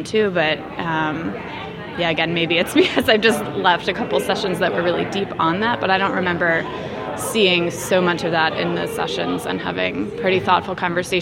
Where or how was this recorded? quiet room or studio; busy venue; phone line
busy venue